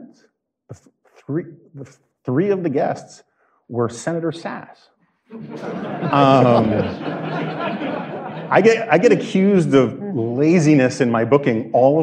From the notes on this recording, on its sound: Recorded live at the American Enterprise Institute before a crowd of Dispatch devotees, the episode features two panel discussions.